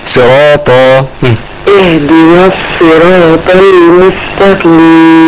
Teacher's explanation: انزل بقى حضرتك الطاء شوية عشان ما تبقاش تاء